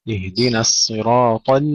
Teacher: ثم أيضا يكثر الخطأ هنا بتفخيم النون، اهدنا، اهدنا الصراط، وهذا بسبب مجاورة الصاد المفخمة بعدها، فنرقق النون ونفخم الصاد، اهدنا الصراط، وأيضا ننتبه إلى تفخيم الصاد ولو كانت مكسورة، اهدنا الصراط، والطاء أيضا نفخمها جيدا ولا نهمسها